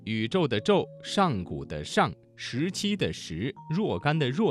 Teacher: 我们听到了很多翘舌音是知、吃、诗、日的字